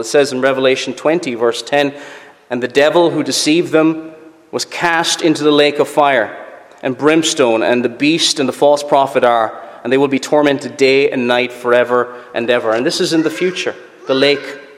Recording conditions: large echoing room